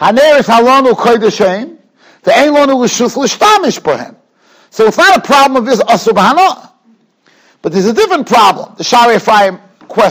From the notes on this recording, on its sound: Shiur recorded in Yeshivas Ohr Reuven, Monsey, NY.